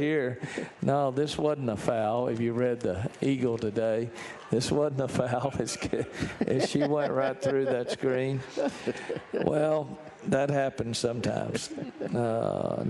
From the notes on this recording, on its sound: live from Rudy's BBQ